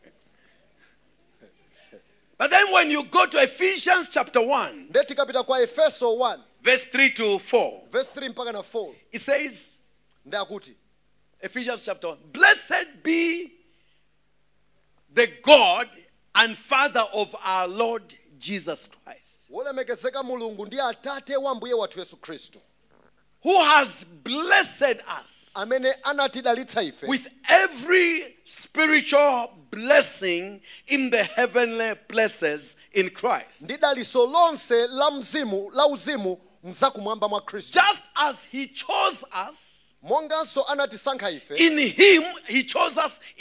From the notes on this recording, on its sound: Preached at Shiloh Night at Word Alive Blantyre City Church